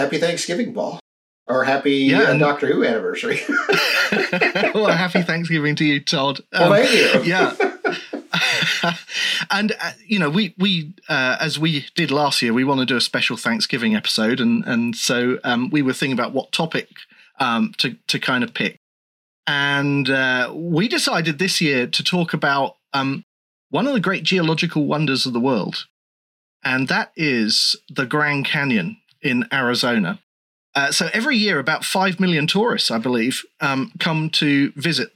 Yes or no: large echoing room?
no